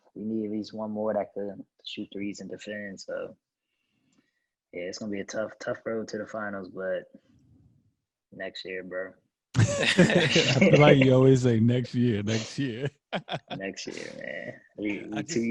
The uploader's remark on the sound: The three record this podcast virtually!